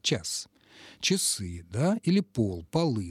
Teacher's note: У этих слов в единственном числе ударение на основе, во множественном числе ударение на окончание, но это окончание не «а», а это окончание «ы»